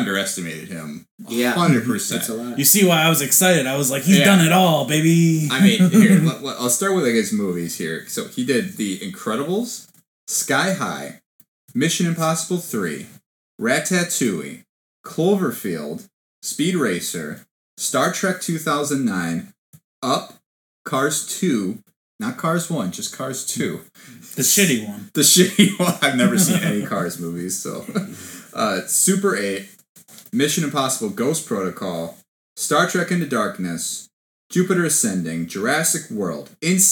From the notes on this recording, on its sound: The sound on this episode was degraded due to some technical difficulties. Please excuse the lower quality.